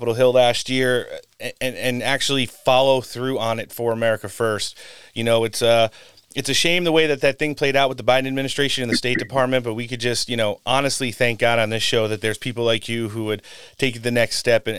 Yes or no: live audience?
no